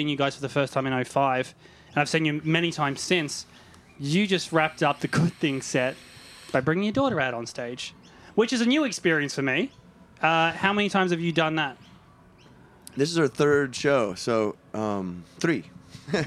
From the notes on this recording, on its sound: Good Things Festival 2018. We were backstage at Good Things Festival in Sydney this month.